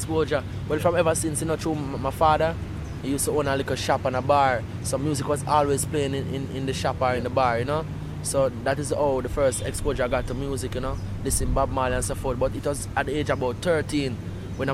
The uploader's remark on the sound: recorded at in the gardens of Devon House, in Kingston, Jamaica, 2003